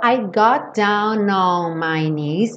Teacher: E aqui eles juntam down com on.